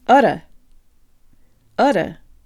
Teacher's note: Now pretend you're from New York City and change the R to ah.